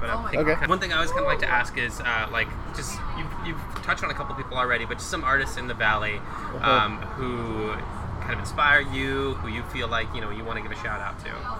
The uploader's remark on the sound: at Original Chop Shop for lemonades and technical difficulties